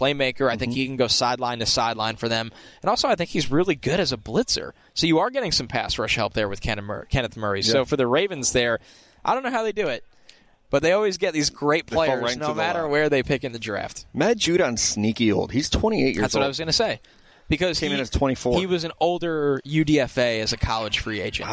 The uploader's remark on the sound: Live from Radio Row